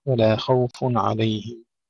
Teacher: نرقق اللام فخم الخاء